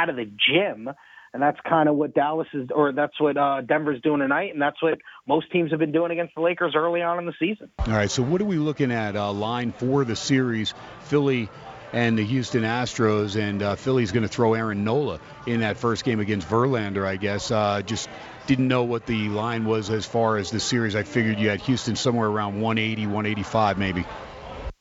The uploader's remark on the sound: "Live" from Steiners Pub.